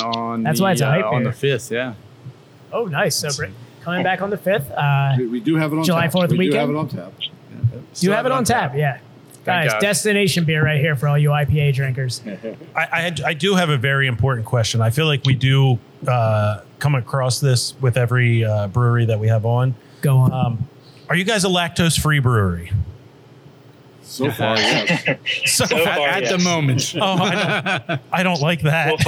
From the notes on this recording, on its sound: We are live inside a brewery and we don't know what to do with ourselves. We are at a new brewery in the area from Philly beer royalty.